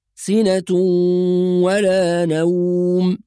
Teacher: كأني ألغي التنوين تماما وأنطق الواو، يعني أنتقل من النون إلى الواو مباشرة · Term: إدغام بغنة